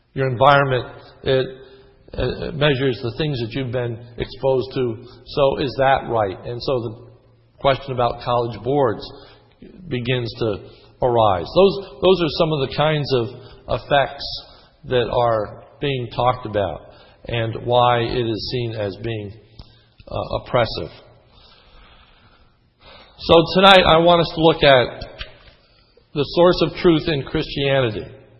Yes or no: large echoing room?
yes